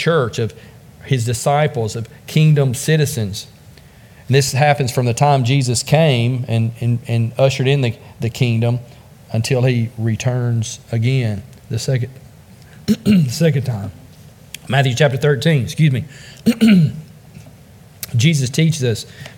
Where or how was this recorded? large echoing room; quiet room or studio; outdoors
large echoing room